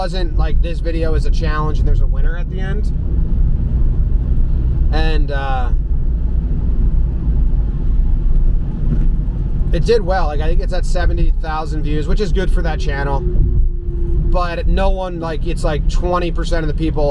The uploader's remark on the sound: Apologies for subpar car audio!